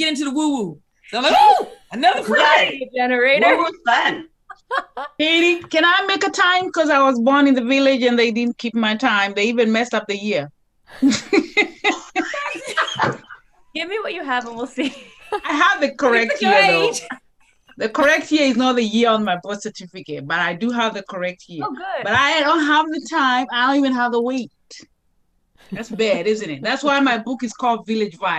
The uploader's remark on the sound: listen in to one of our recent Collaboration Zone Zoom Calls